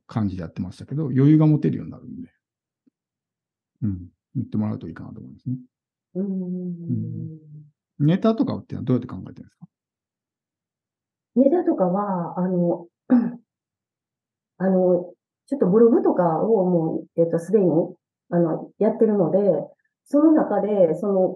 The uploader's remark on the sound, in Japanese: JPC９月コーヒーチャットにて収録。ZOOM収録のため音質は良くないです。